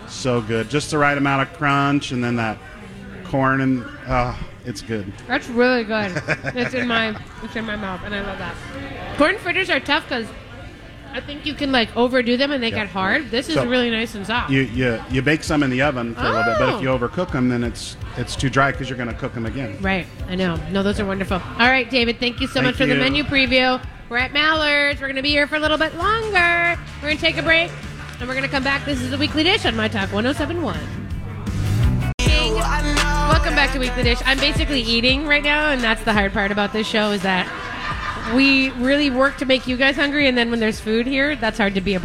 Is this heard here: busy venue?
yes